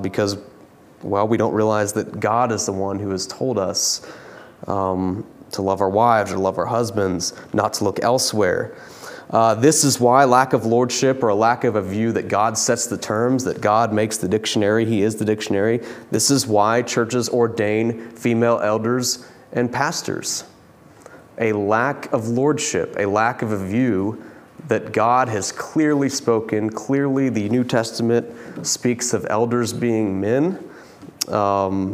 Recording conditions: large echoing room